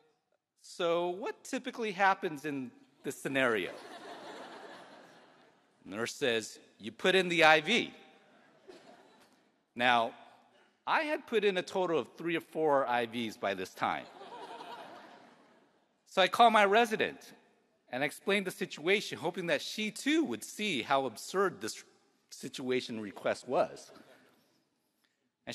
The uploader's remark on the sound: The keynote address at the 2023 UC Davis School of Medicine commencement ceremony, held in the Robert & Margrit Mondavi Center for the Performing Arts on the UC Davis campus.